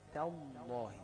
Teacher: اللام هي اللي مفخمة لكن التاء والالف ايه مرققة، التاء من حروف الاستفال والالف تتبعها في الترقيق.